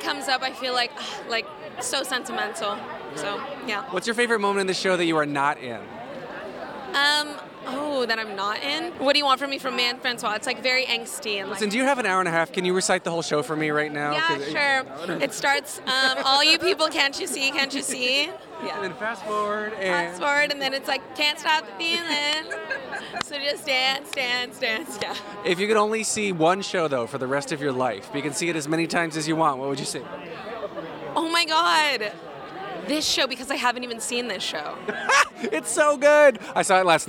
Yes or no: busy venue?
yes